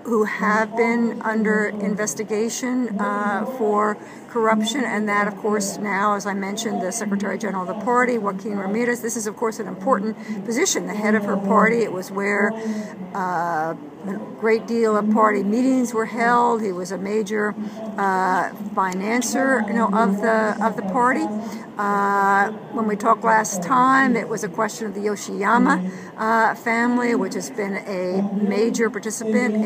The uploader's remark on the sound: The program includes two interviews recorded at the recent Latin American Studies Association (LASA) meetings in New York City.